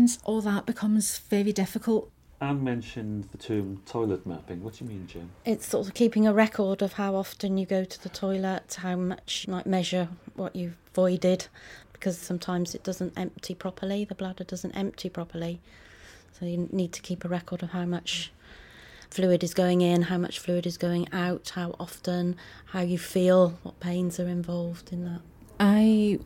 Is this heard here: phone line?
no